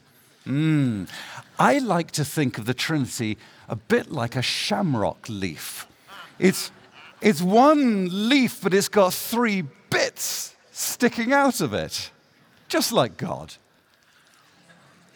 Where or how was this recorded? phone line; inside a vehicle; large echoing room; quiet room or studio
large echoing room